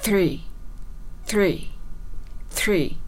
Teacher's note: ていう感じになられた方もいらっしゃったと思うんですね。はい。th の発音。一つの発音は、息の音がよく聞こえるタイプの発音になります。舌先の動かし方は全く一緒なんですが、息をよく漏らすタイプの発音が一つ目です。そうなると、すに近くなります。three, three, three っていう感じ。これだと、three に近くなりますよね。そしてもう一つの th の発音は舌先を前歯の先につけてですね、あまり息を漏らさずにそのまま t みたいに発音するんですね。